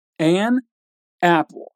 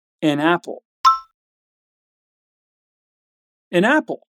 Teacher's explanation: an ends with a consonant and apple begins with a vowel, so we link them. · Term: linking sound